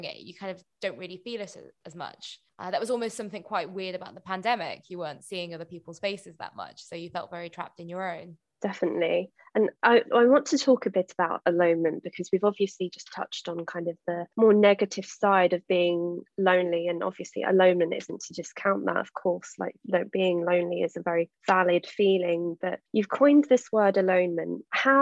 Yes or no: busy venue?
no